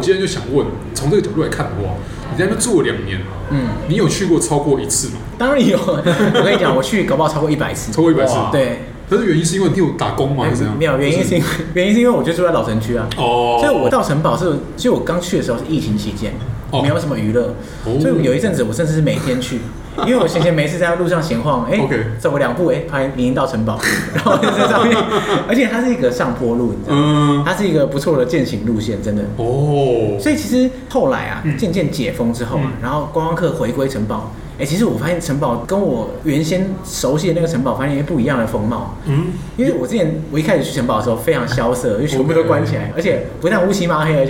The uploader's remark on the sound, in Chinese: 本集白噪音指數：蚊風級 1/5。錄音地點： 三季 Sanji Teahouse。